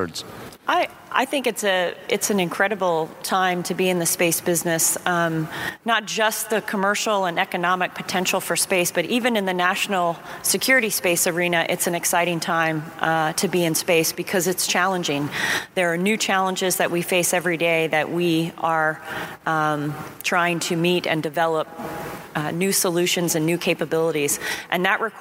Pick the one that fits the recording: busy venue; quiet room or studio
busy venue